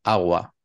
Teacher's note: dejamos pasar el aire, ¿no? No se corta el aire en ningún momento. · en lugar de hacer contacto de la parte trasera de la lengua con el paladar, pues no hacemos contacto, dejamos pasar el aire · Term: aproximante